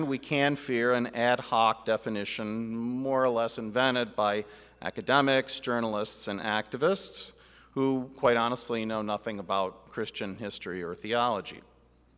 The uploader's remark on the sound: Address at the Miami National Conservatism Conference on September 12, 2022. NatCon 3 Miami.